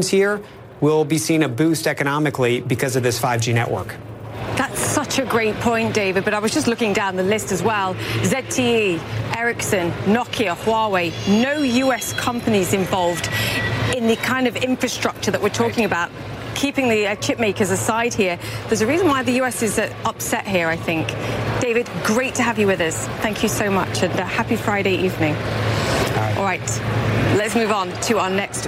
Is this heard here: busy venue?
yes